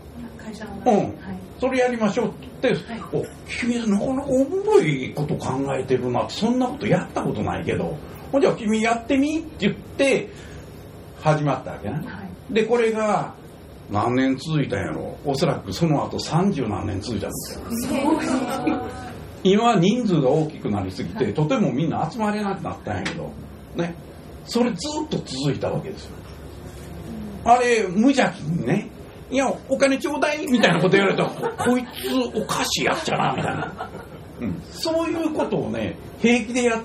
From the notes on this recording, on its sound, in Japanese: 土曜日はライブハウスで問題解決！』。赤坂エルカミーノさんで行った公開収録の第一弾です。少し食器の音などがうるさいですが、それもライブハウスの雰囲気として。